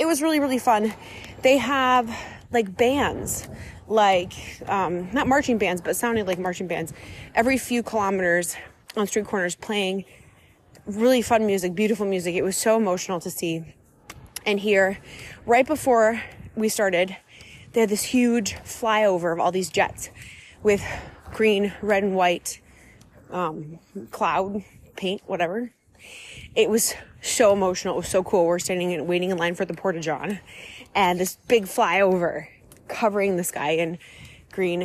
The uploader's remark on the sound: Live from the Rome Marathon. Enjoy some sounds and real time thoughts from Rome!